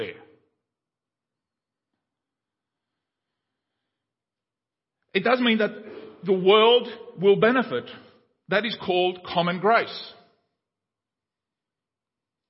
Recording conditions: large echoing room